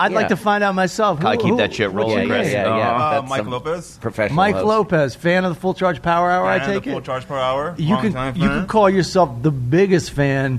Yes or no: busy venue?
yes